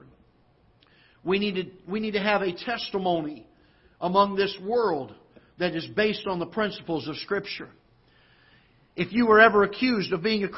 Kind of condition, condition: setting, large echoing room